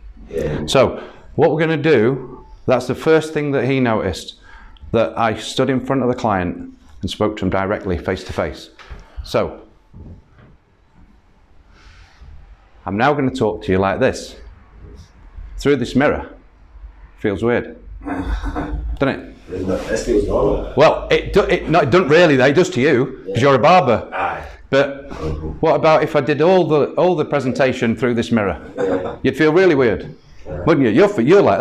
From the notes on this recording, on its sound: Recorded at a workshop held at Har Barber